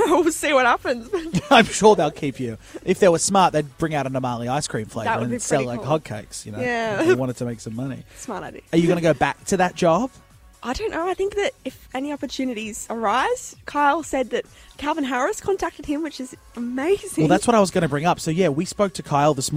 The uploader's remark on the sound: Live at Australian Idol